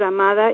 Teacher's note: And the D sounds like a soft TH, as in the.